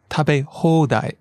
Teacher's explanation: So don't forget to hold the ho sound. · Term: Long vowel